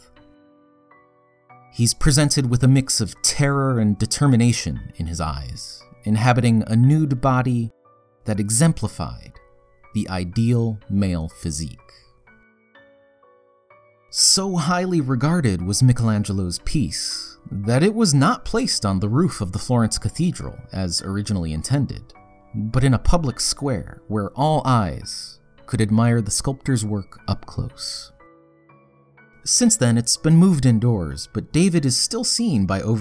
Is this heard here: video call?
no